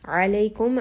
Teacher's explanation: ayn from the middle of the throat.